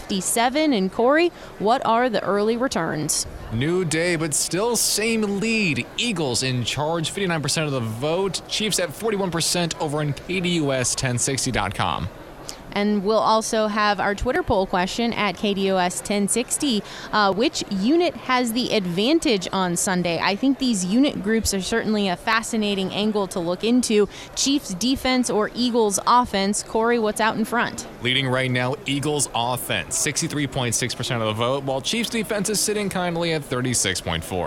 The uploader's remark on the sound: Extra Point live from Super Bowl Radio Row.